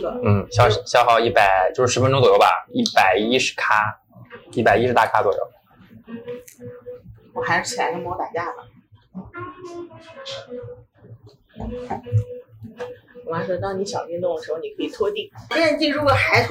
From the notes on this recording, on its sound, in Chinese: 由于我们是在外面边吃饭边录制，爆音有点严重